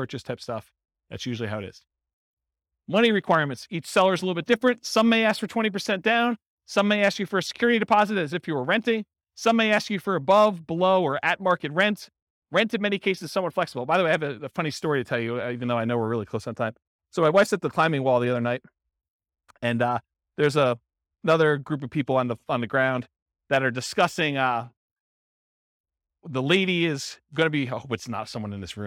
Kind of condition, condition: setting, live audience